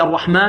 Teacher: بسم الله الرحمن الرحيم، كلها مرققة إلا عندنا الراء هنا في الرحمن، والحم مرققة، الراء مفخمة والحاء ماذا؟ مرققة